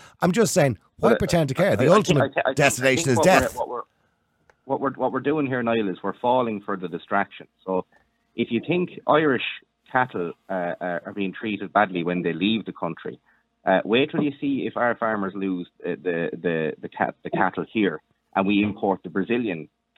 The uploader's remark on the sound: Callers ONly